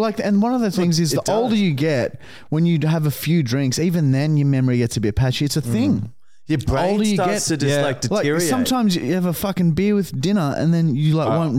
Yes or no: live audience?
no